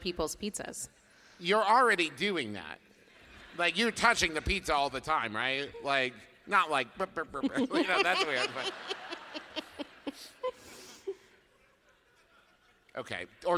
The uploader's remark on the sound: our live episode from Chicago